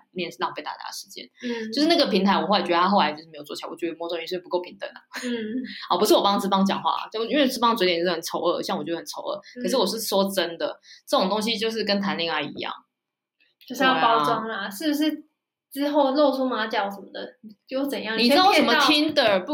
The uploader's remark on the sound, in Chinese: 這集錄音品質稍差，請見諒